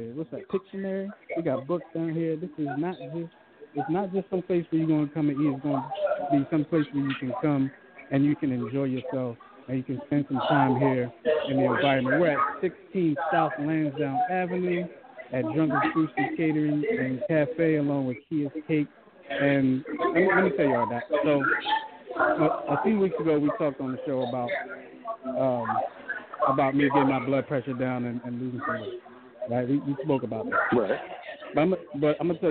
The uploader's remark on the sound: GOING LIVE FROM THE GRAND OPENING OF A SMALL BUSINESS. GRAND OPENING OF DRUNKEN SUSHI CATERING AND CAFE AT 16 S.